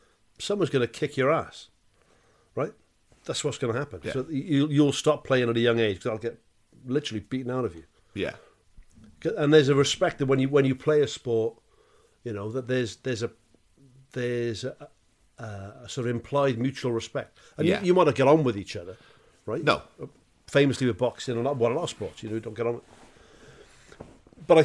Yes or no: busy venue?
no